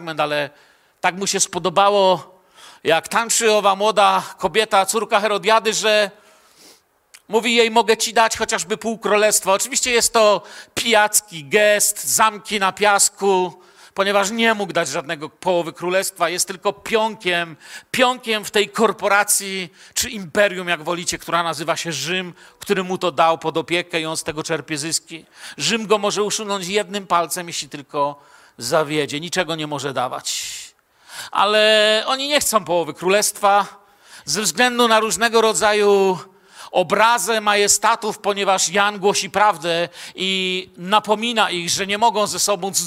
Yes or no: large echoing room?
yes